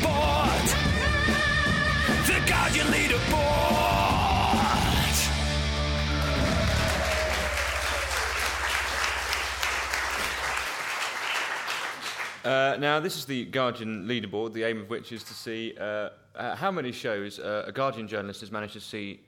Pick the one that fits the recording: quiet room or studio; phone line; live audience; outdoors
live audience